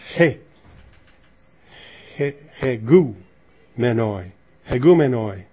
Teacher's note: The Eta normally has, notice that reverse comma on top of the Eta. That is what they call an aspirated sound. Aspirated is like a rough breather. And it's instead of Eta, it's He.